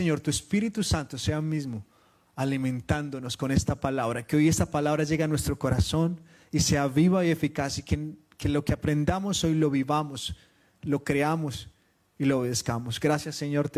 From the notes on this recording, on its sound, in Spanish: Reunión Familiar en vivo lanzada por Facebook Live el día 18 de Febrero de 2023 en la Familia-Iglesia de Sydney, Australia